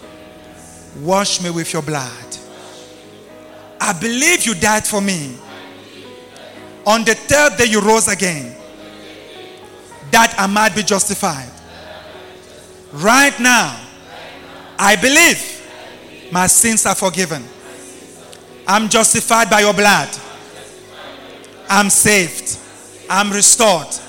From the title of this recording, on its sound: LIVE AT ABC KHALANYONI